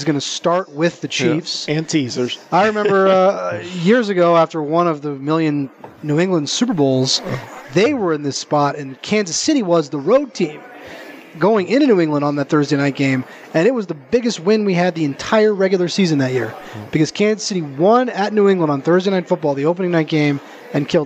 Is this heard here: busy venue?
yes